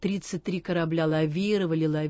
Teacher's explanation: перестройка с «л», где кончик языка у верхних зубов, и «р», где работает кончик язычка. Так вот, нужно медленно это делать, не торопиться, не удивлять скоростью.